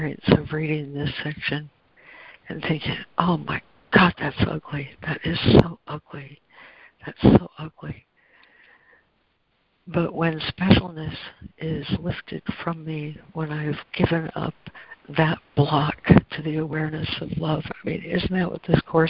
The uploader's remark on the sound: ACIM Daily Conference Call.